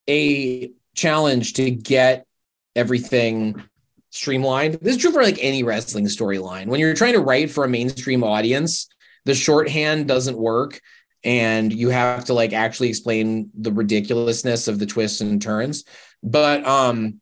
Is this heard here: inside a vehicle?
no